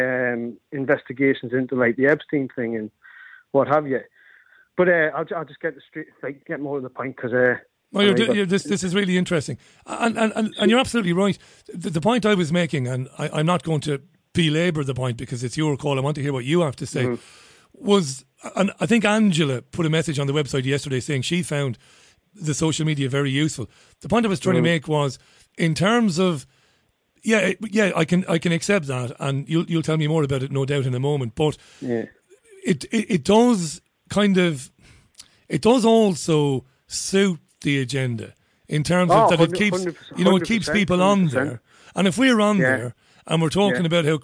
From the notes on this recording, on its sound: It's quite simply the best radio phone-in show in the world. Takes calls from the listening audience.